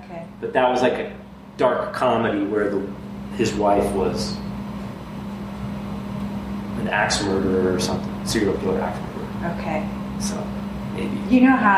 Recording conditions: background noise